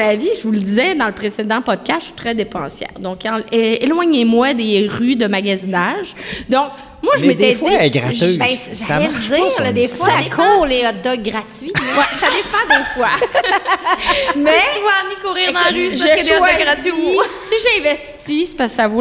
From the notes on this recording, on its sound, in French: Enregistrée "live" de la nouvelle usine de production de notre partenaire Lagabière et ce devant public!